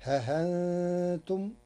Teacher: قرأ ورش كلمة ها أنتم بتسهيل الهمزة وإبدالها حرف مد للساكن